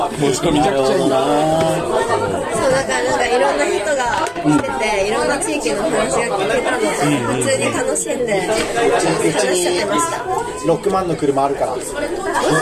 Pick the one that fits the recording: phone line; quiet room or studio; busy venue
busy venue